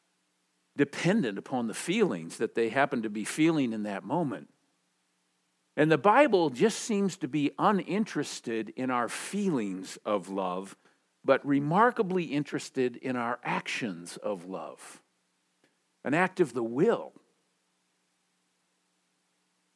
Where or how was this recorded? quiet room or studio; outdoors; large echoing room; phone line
large echoing room